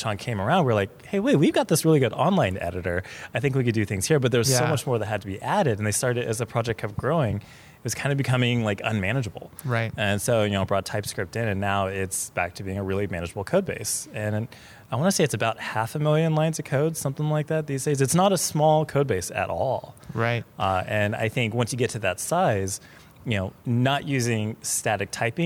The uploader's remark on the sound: on location at Fluent/Velocity